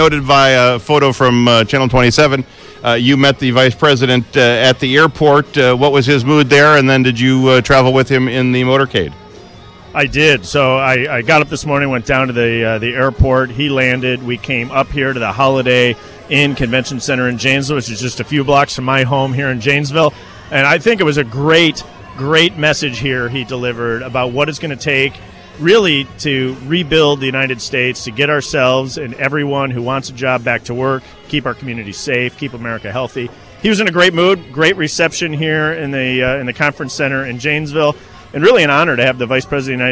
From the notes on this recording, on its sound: live, on-scene coverage a Janesville campaign rally